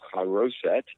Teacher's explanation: It's a soft ch sound, like you're clearing your throat.